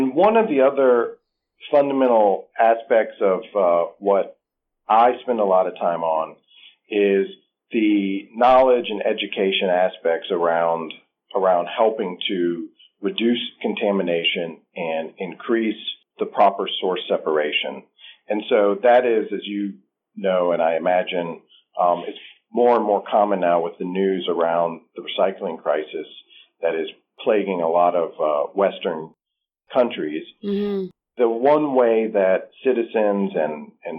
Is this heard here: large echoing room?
no